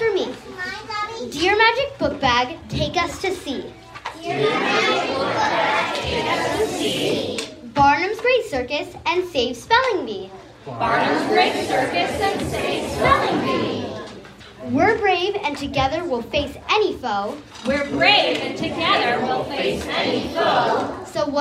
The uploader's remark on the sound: a special live episode, performed from The Reading Bug children's bookstore in San Carlos, CA.